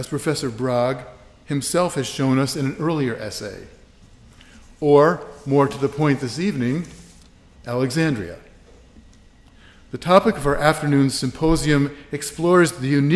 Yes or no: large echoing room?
yes